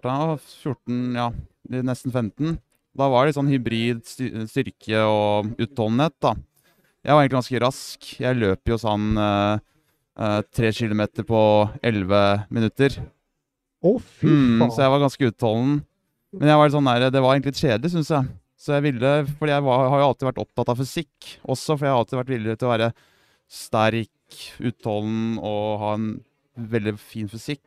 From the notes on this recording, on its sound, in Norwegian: Sandefjord Open 2022 - Livestudio - Fredag. Vi gjentok suksessen fra i fjor og kjørte live podcast med intervjuer av utøvere under hele innveiingen.